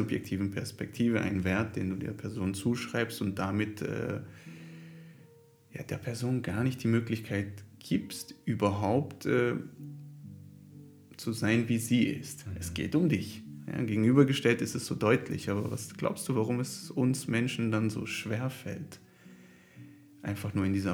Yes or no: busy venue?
no